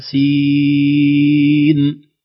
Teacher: سين مقدار ست حركات · Term: المد اللازم الحرفي